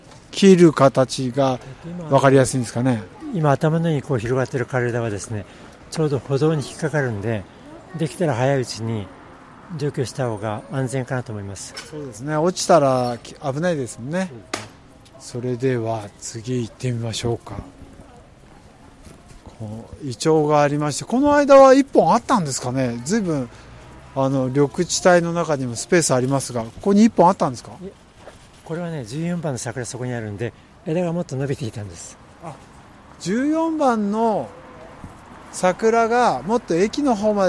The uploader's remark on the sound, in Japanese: くにたち大学通り3番からスタート現場から